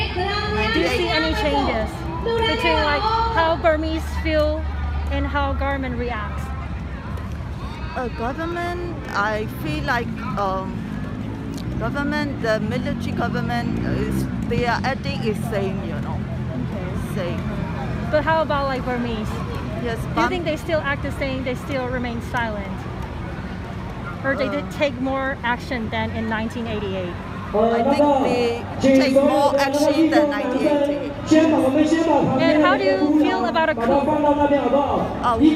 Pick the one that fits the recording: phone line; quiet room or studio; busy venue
busy venue